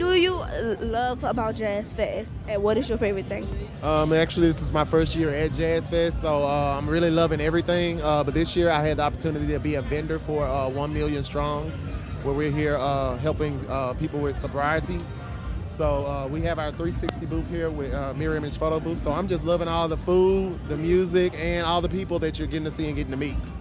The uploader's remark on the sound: This episode we are live at Jazz Fest!